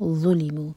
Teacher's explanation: ذا کے لیے بھی ہماری زبان اوپر والے دانت کو ٹچ کرے گی اور منہ بھر کر پڑھا جائے گا